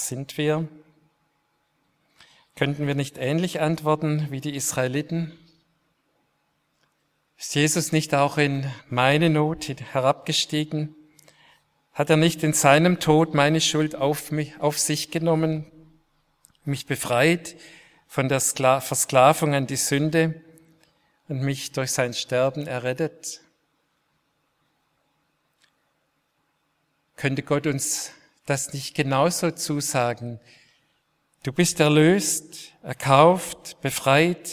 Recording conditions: large echoing room